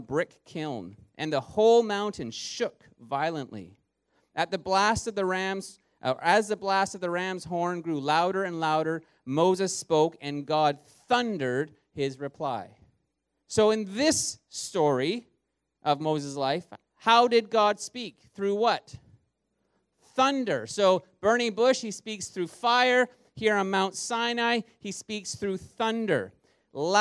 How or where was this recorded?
large echoing room